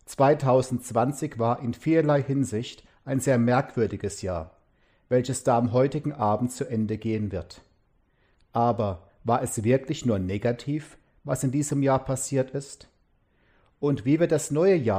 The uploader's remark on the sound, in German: Gottesdienst mit Orgel und Gesang zum Altjahresabend 2020